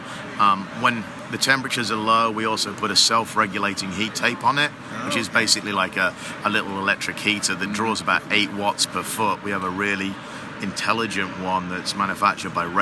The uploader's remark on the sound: live on the AHR Expo floor in Chicago